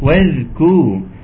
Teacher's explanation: واذكر، أنا عاوز ترقيق الواو، ترقيق الواو و وجريان الصوت في الذال، واذكر واذكر. وطبعا في مشكلة كبيرة إن دايما بتتحول الكاف لقاف